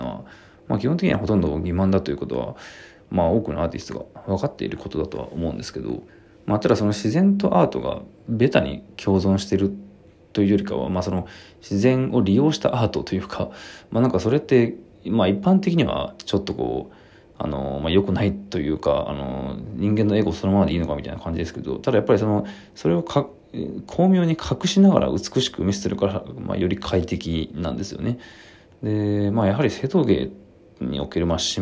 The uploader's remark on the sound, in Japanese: ボイスメモです。